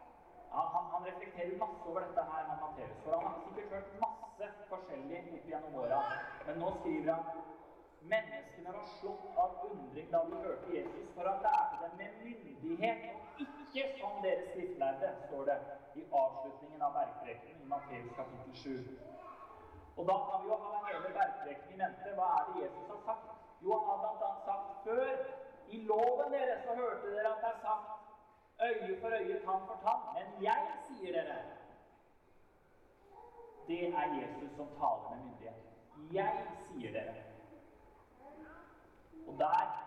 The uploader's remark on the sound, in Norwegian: Vi beklager dårlig lydkvalitet i dette opptaket.